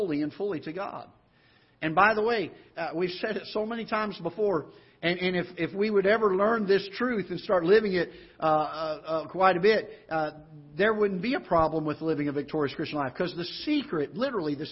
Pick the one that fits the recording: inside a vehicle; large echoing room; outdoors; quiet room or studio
large echoing room